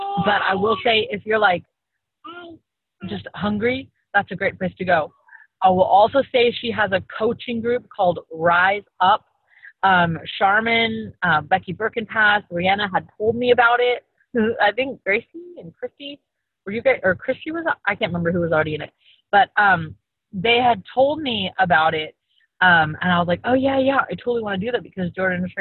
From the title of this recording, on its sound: Call from the Car